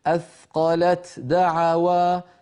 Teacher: فيها ثقل لأن اللسان ينتقل مرتين إلى المخرج نفسه، لكن لو حولنا التاء إلى دال وأدغمنا الدال في الدال فقلنا أثقل الدعوى، فإنها تكون أسهل على الناطق وأخف على السامع، التاء في الدال.